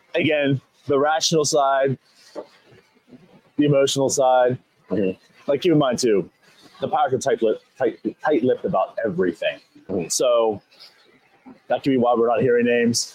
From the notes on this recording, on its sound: Live from Nashville during the 2023 MLB Winter Meetings!